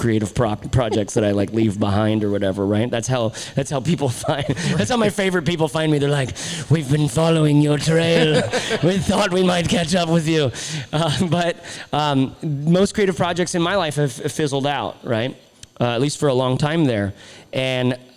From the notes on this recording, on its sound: Recorded LIVE at The BIG Ready. In front of a live studio audience (of sorts).